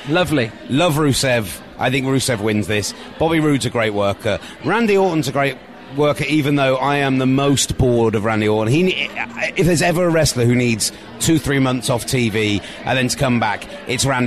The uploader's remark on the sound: Recorded in a bar in New Orleans.